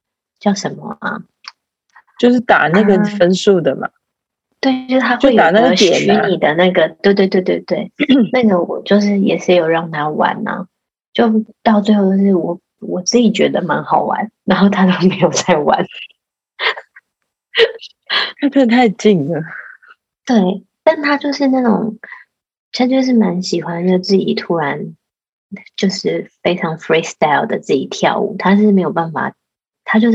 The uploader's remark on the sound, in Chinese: 線上錄音again我們依舊趁著孩子睡去後躲在黑漆漆的房間裡